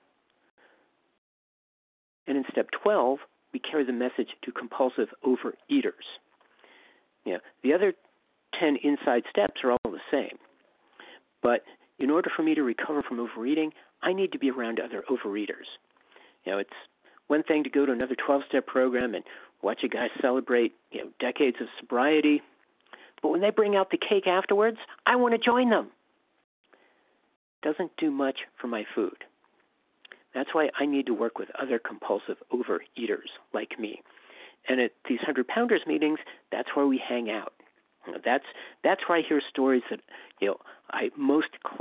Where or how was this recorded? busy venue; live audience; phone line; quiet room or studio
phone line